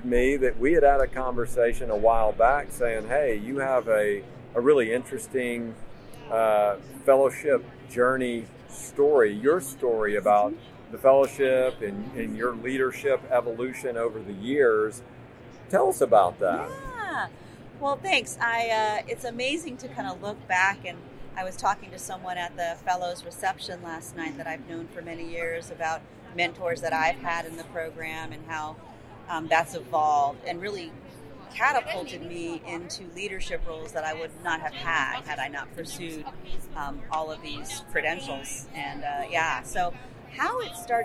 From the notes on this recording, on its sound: Live from Boston. This week we're in Boston at the MGMA Medical Practice Excellence Leaders Conference.